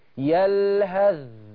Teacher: مفيش صوت للثاء خالص، يلهذ ذلك أضغمت الثاء في الذال. · Term: إدغام